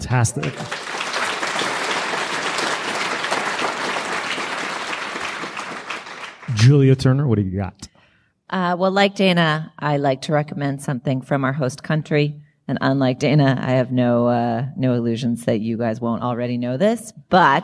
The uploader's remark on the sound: Live From Toronto Edition